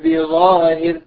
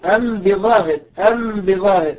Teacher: سمي إخفاء لإخفاء الميم الساكنة عند ملاقاتها للباء · Shown in: first take